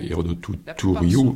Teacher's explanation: Par exemple, Hérodotou Touriou, le têta de Touriou, c'est un têta, donc en principe c'est T, avec une aspiration